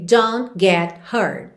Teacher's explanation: Aqui a gente quase não ouve os T's finais